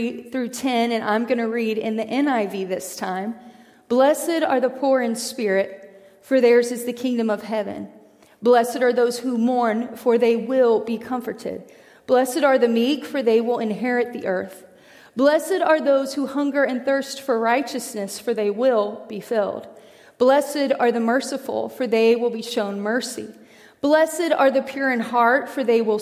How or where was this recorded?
large echoing room